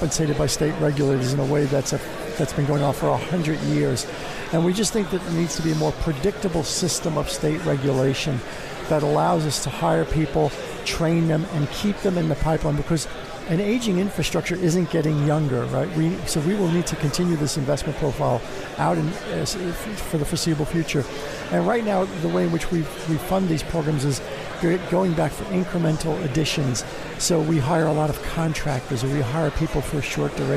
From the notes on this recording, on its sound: Live from the 2017 Future of Energy Summit.